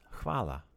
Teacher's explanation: you have a, a h sound in there. You have a soft F. You have a, a light L. So there's some different sounds than you would have in, in an English language.